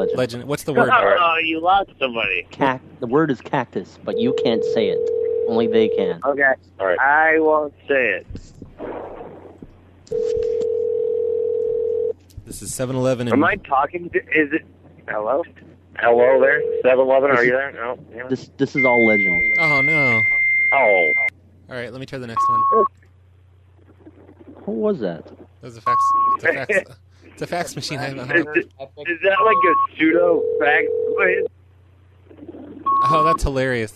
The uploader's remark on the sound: …'s Personal Prank Phone Calls Collection.